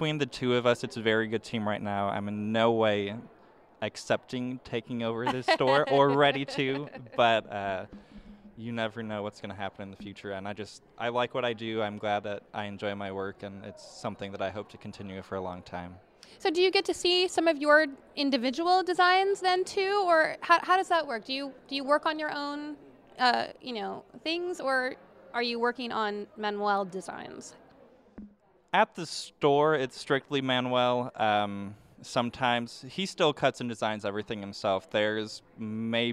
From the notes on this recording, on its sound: Live from the 5th annual Ameripolitan Awards